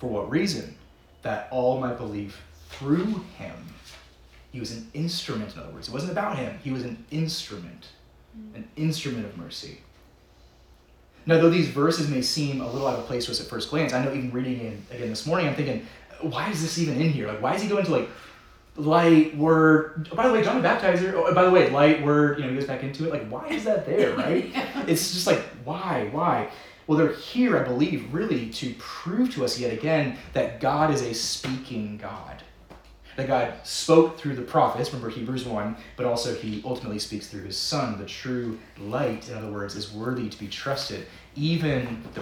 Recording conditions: large echoing room